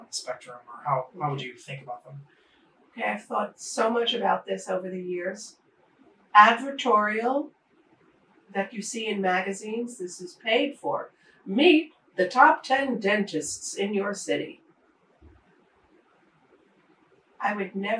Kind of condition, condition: fault, poor microphone